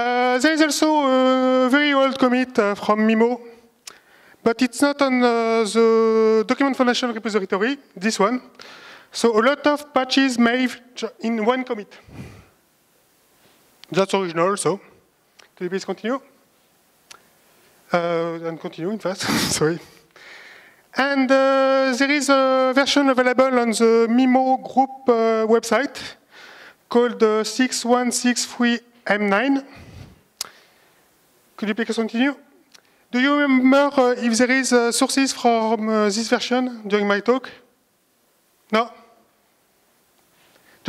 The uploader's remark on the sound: A presentation from the LibreOffice Conference 2019 in Almeria, Spain.